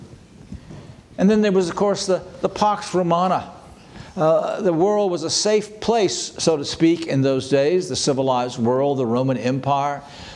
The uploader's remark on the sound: This sermon was preached on December 24, 2023 at Antioch Presbyterian Church, a mission work of Calvary Presbytery of the Presbyterian Church in America located in Woodruff, South Carolina.